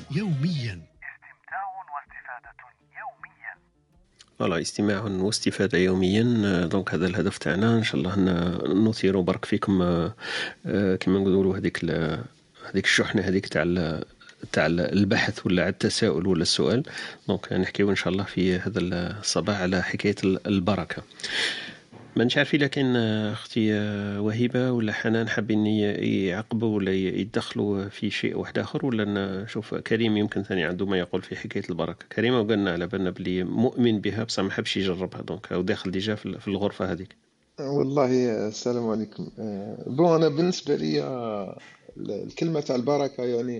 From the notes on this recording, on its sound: This was recorded on ClubHouse